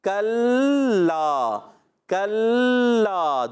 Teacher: کلا کاف کو لام سے ملائیں گے، لام مشدد ہے، دو مرتبہ پڑھا جائے گا، کل اور لا، کلا کلا، دو مرتبہ ہو گیا نا